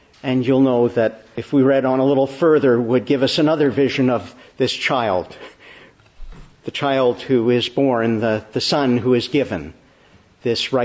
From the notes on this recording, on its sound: Morning Service. Preached in the Annunciation of the Blessed Virgin Mary, Ottawa, on the Third Sunday after Epiphany.